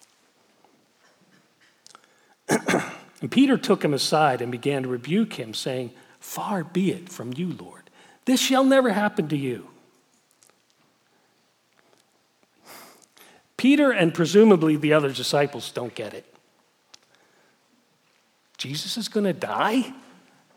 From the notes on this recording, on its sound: Message Preached at Valley Creek Church